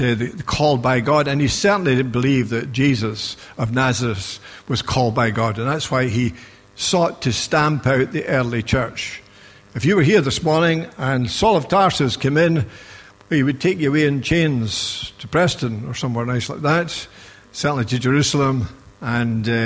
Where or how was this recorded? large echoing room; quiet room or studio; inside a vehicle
large echoing room